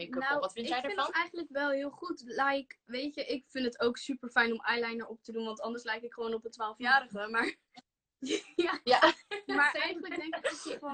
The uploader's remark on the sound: Instagram Live